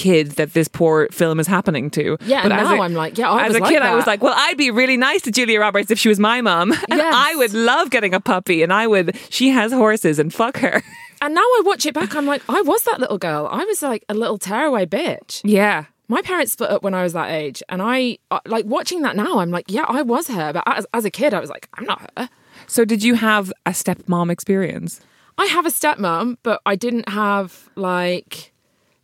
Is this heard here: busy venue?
no